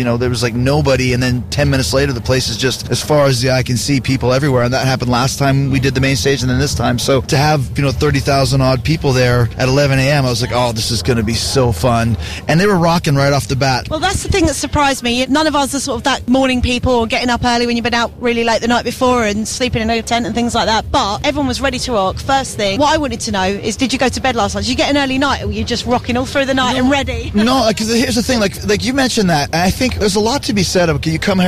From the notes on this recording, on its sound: backstage at Download Festival